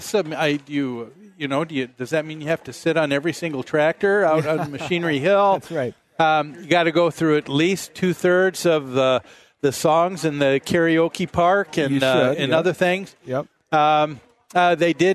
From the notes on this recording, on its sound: Live at the MN State Fair